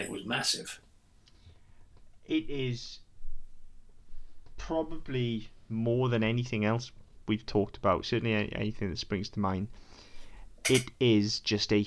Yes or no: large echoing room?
no